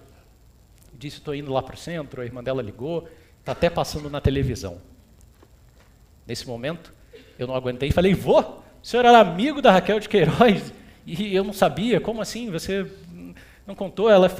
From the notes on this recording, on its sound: TEDxRioED. This talk was given at a TEDx event using the TED conference format but independently organized by a local community.